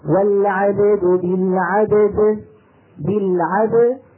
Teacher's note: فالباء ساكنة أصالة بدها قلقلة، والدال لما سكنت عروضا للوقف كمان بدها قلقلة، فصار عندي حرفا قلقلة متتاليين، وهذا من النوادر.